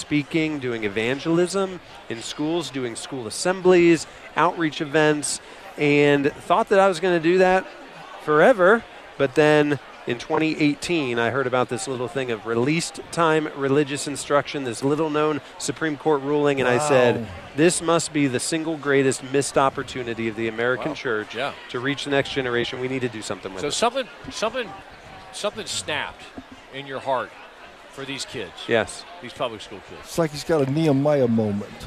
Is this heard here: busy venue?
yes